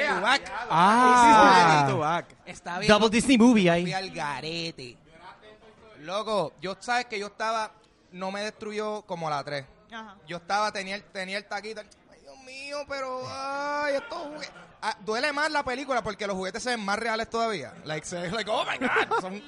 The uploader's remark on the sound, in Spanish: Fue grabado ¡EN VIVO! Desde la tienda Gaming Zone en Plaza las Americas.